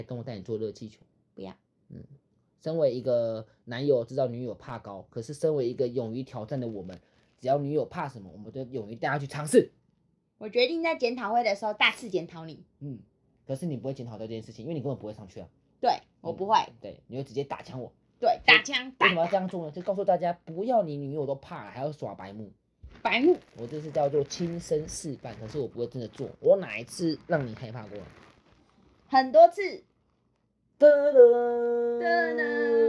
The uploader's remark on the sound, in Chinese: 這一次錄音有點雜訊!!!有想辦法除掉。